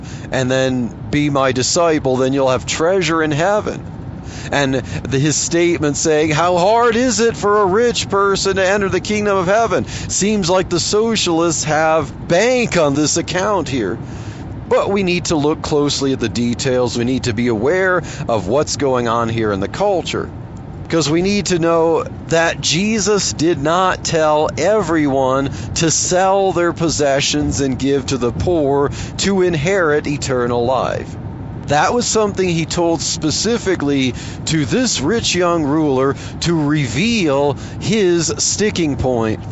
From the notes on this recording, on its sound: while driving to work